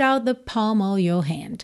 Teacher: Out com the, você junta num som só.